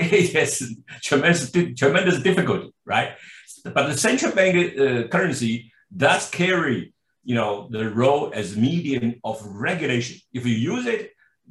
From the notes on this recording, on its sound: This public talk was conducted online via Zoom on Tuesday, 7 June 2022, from 5.00 pm to 6.30 pm (SGT).